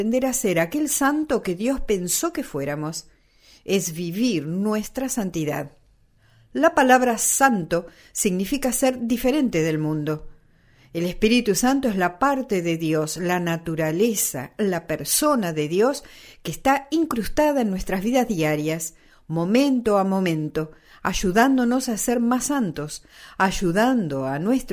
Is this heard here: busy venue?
no